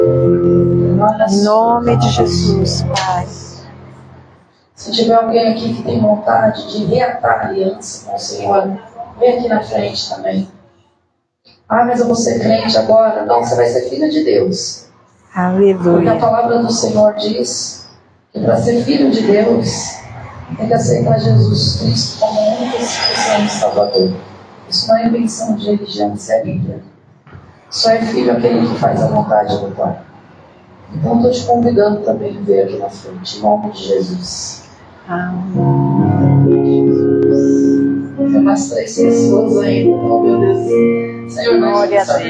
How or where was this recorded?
large echoing room